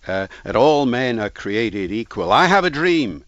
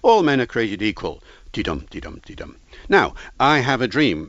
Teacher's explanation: he builds up the next paragraph almost without pause from the preceding one · Shown in: first take